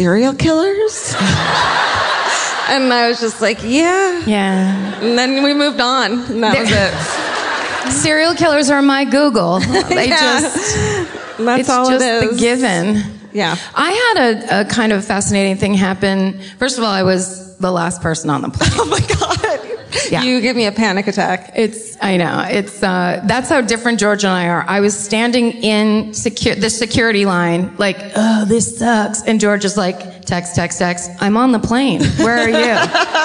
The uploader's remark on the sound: Live at the Moontower Comedy Festival. Live from Austin, Texas!